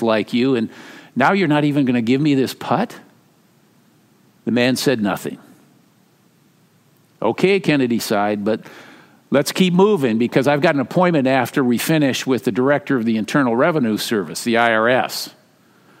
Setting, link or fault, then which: setting, large echoing room